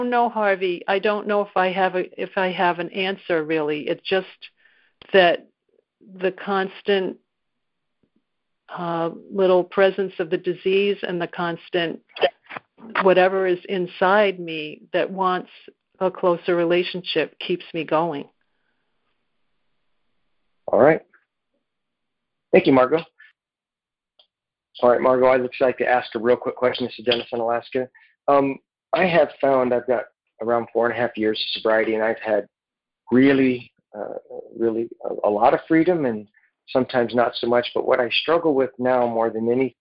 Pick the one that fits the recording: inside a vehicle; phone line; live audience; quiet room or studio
phone line